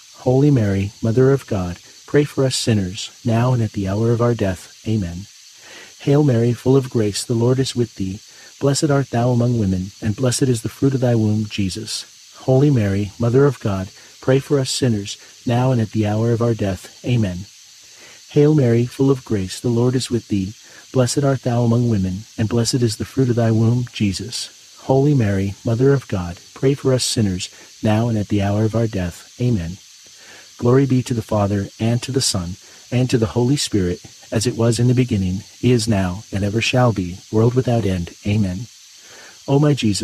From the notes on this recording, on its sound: Get closer to nature and enjoy the soothing outdoor sounds of cicadas singing on a warm summer night alongside this Wednesday rosary.